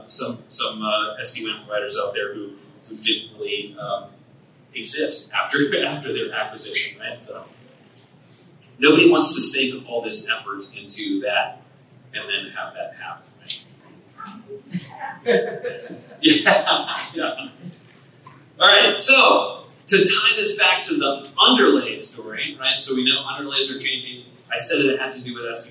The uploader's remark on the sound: LIVE from Ohio!